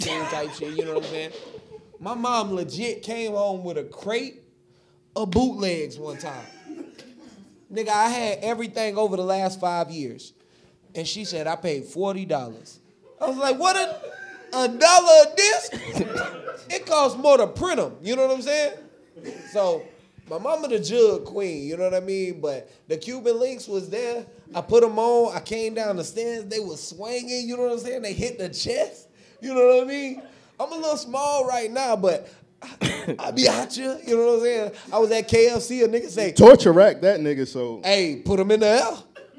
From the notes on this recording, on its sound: RAOP 5TH ANNIVERSARY LIVE PODCAST. We live once again at FilmGate Miami.